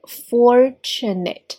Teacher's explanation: fortunate 当中的破擦音 ch 后面是一个单元音的 a。Fortunate，不要带卷舌，不要发成了 fortunate 哈。They were fortunate to escape in the nick of time.